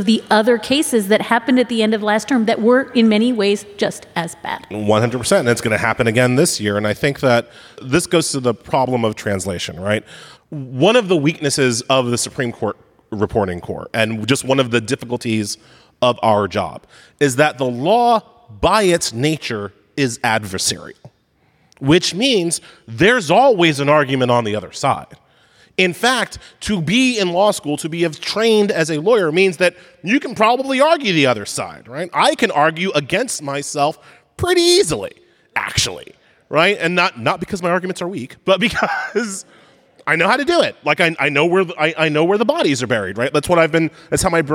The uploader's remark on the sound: Take your seats for a live show from Washington DC this week. This live show is part of Slate’s Full Court Press coverage. Listeners will hear the question and answer segment of the live show.